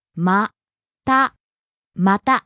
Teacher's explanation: Rising on the last syllable, ta.